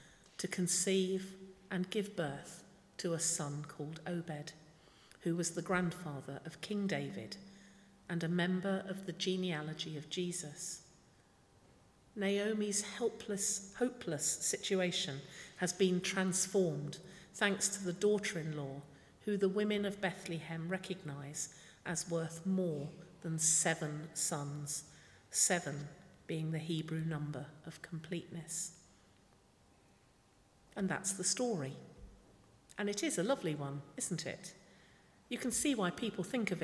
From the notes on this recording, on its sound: speaking at the 11 o'clock service